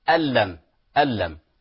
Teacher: لا نقول أن لأنها ليست عليها شدة. أن لم فتدغم تصبح ألم ألم